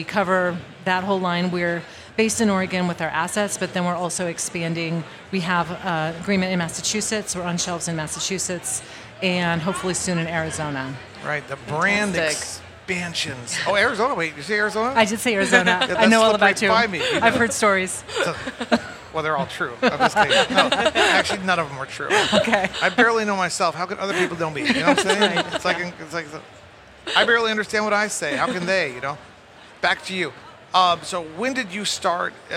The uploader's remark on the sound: Recorded at MJBizCon 2023